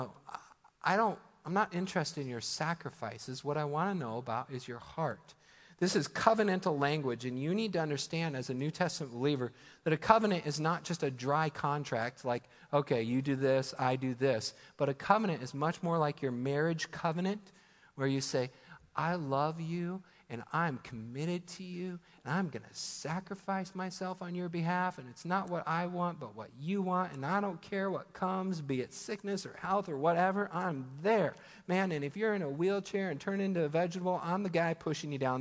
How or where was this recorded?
large echoing room